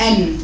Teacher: من طرف اللسان مع ما يحاديه من لثة الثانيتين العليتين · Term: مخرج النون